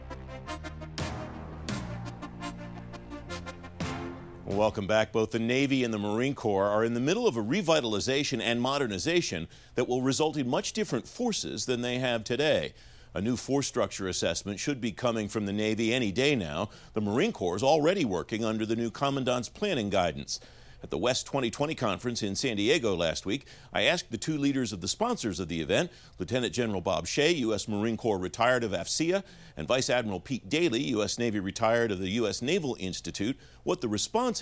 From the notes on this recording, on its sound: In a special two-part interview from the WEST 2020 conference.